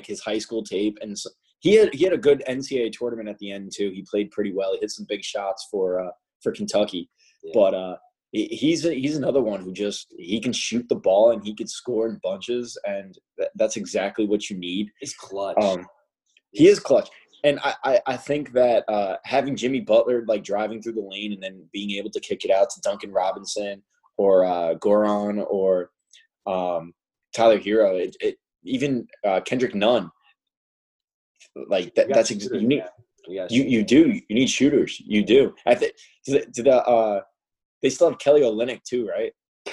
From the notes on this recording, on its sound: In this first-ever episode on Zoom